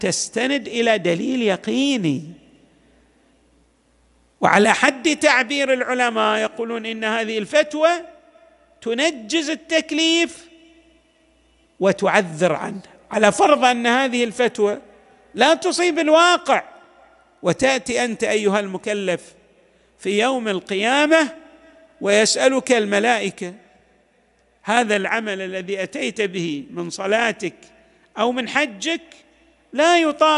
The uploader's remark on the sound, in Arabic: تسجيلات جامع الامام علي عليه السلام الأحساء المبرز